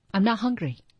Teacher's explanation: Hungry 是一个重音。I'm not hungry.不饿了，然后马上音调降下来。